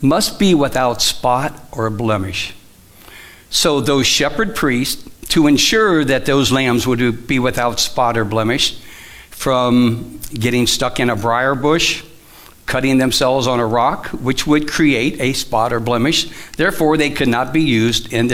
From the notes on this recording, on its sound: Live from The Summit Church in Dover, OH